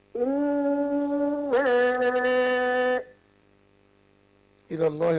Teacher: وادي الألف المد الطبيعي بتاعه ما قصرهوش